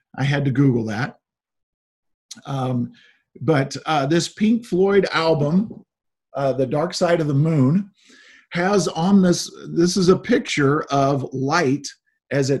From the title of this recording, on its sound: Zoom Sunday